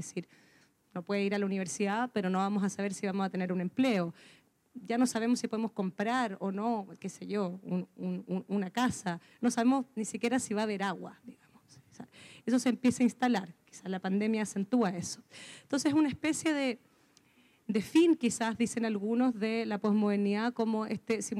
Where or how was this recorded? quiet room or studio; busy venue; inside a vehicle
busy venue